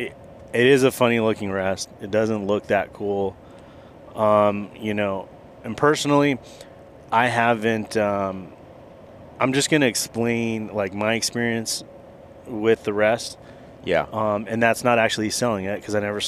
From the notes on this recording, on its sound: Road Trip. We have a good time driving down to Paso Robles.